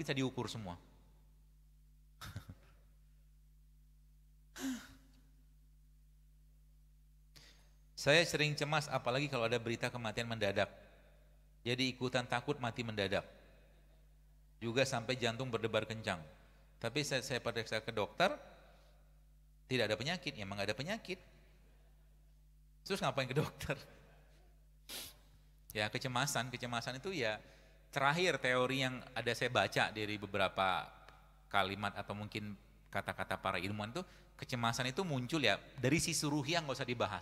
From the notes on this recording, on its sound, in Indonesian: Sebuah rekaman kajian di masjid Daaruttauhid Bandung.